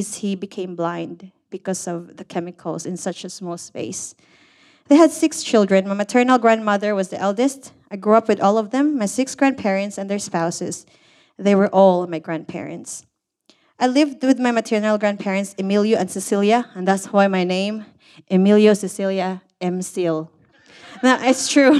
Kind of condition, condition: setting, live audience